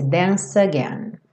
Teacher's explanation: Lembra que o E final do dance não é pronunciado. Então a gente junta o C com again e esse C com som de S.